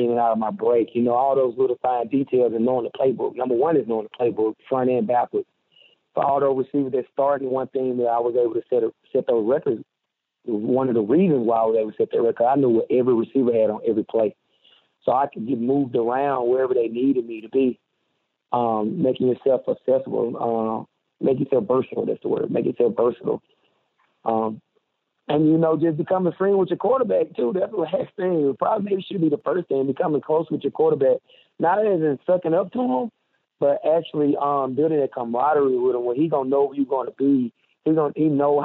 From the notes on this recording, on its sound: on the Modern Woodmen phone line